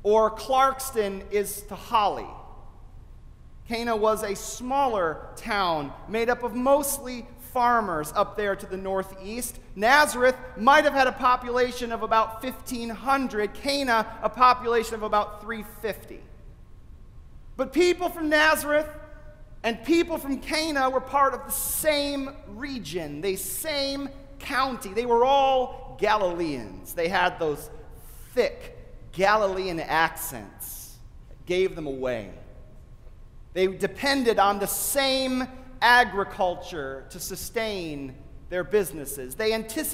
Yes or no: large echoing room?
yes